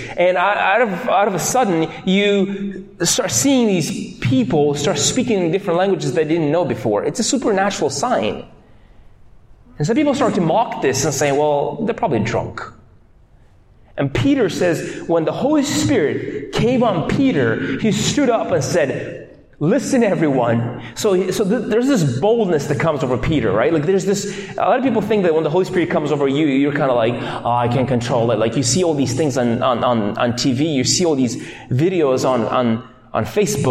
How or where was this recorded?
large echoing room